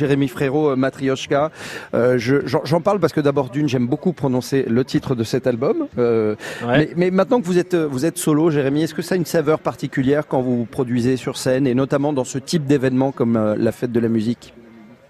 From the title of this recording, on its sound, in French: La fête de la Musique en direct de Nice